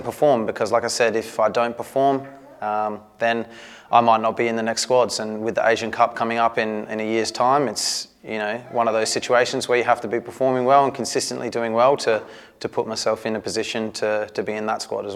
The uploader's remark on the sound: Press conference. Speaks to media at Coopers Stadium.